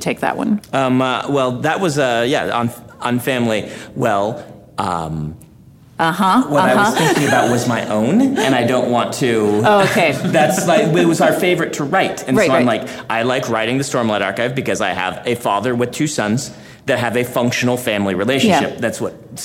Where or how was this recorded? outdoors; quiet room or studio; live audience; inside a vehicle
live audience